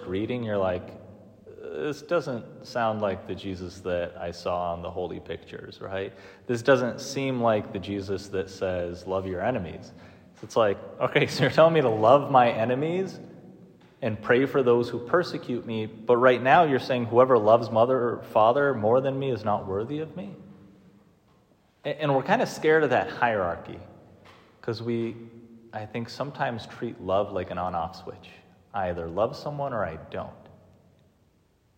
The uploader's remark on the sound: Preached on the move in day for the propaedeutic seminarians at Mount Angel Seminary. The bells for the monks were ringing like crazy during the readings and stopped at the Gospel.